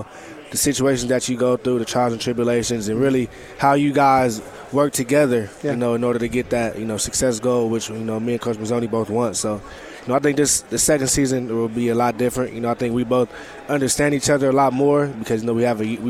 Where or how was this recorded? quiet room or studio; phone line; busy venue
busy venue